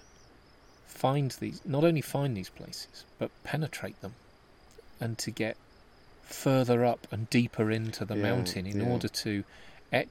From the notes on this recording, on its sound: Recorded on location in Asturias, Cantabria and Castilla y Leon in northern Spain.